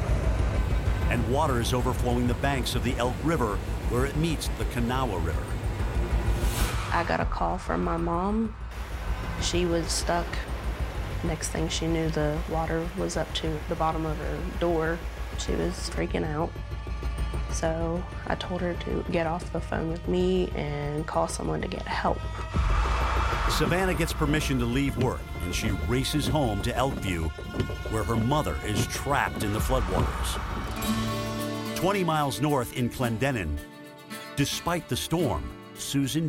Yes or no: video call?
no